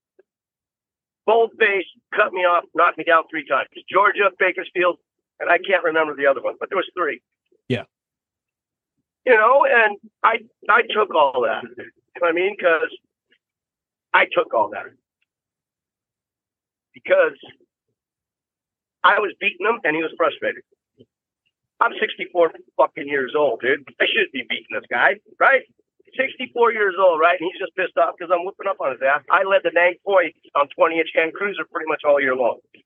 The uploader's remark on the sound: while he was driving